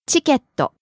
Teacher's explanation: Starting high, falling on the second syllable. け Staying low.